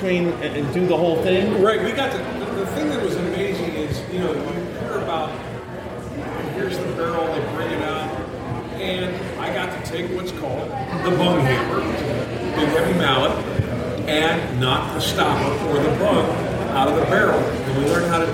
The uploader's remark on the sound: Kick off this years bourbon capitals barbecue challenge at log still distillery in Gethsemane Kentucky! We are podcasting right from the festival.